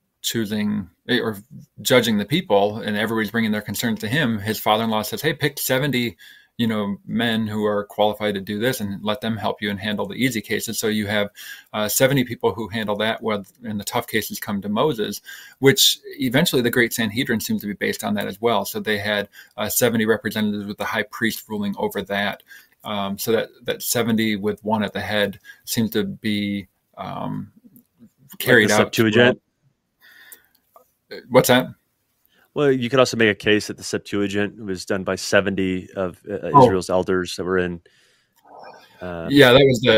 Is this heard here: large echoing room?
no